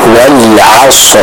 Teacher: pada wal asr ya, shadnya bisa ditebalkan